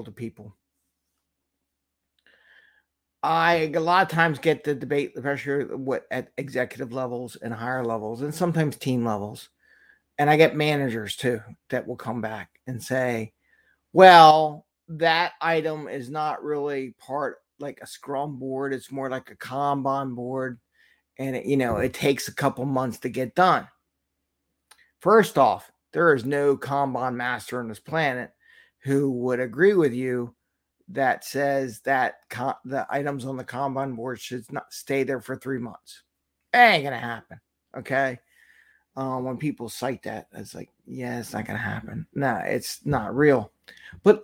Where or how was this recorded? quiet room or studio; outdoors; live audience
quiet room or studio